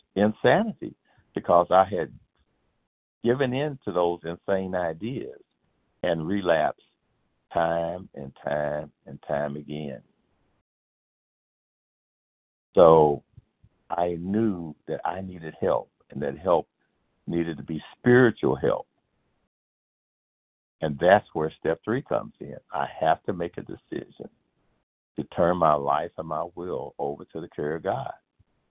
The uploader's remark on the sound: from the 100 Pounders Phone Meeting, 9/9/23